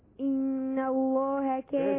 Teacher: إحنا بنقول النون تجيب لزقة وتلزق لسانك في حلق بقك ما دام عليها الشدة. إن وتجيب حتة لزقة برضو صغيرة على قد بقك كده وتلزق الميم اللي عليها الشدة الشفايف.